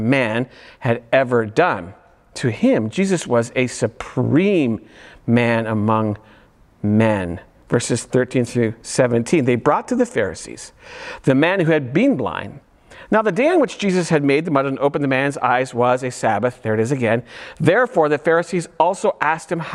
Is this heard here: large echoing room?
yes